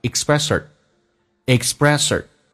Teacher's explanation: TH 音还经常会被击穿，所以呢 TH 不发音就直接可以发成 Expressor